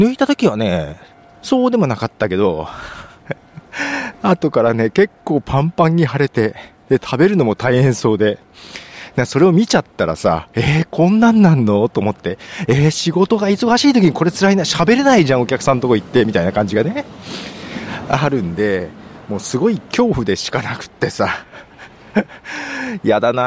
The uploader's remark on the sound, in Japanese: 仕事納めが早めに終わったの、あまり行かないところを散策し、早めの昼飯を食べつつ、歩きながら収録しました。